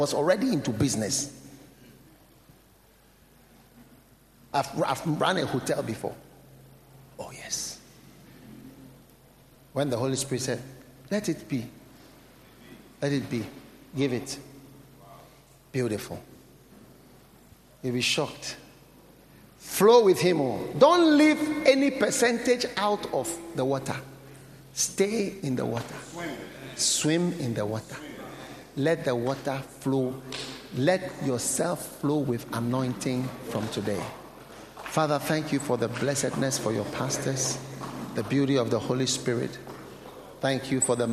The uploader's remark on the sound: Preached at the Nakpanduri Pastors‘ Conference.